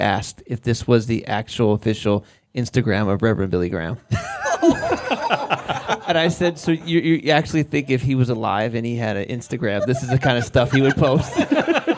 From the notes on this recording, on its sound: The boys are live from the Villa at Theos Leader Retreat and things are going well, until the cops show up and shut down the pod. Live votes from the crowd. A tattoo story from the crowd.